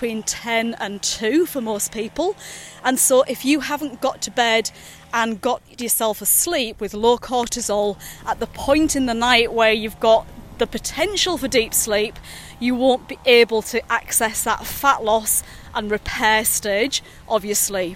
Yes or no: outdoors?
yes